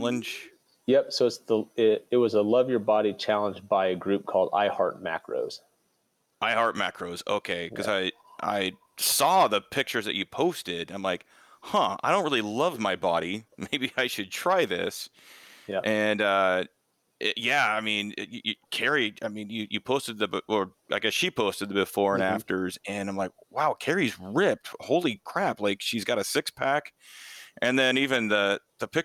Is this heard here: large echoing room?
no